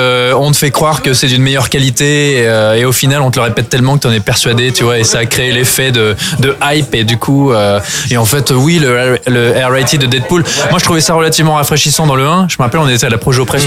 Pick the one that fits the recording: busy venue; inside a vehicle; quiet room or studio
busy venue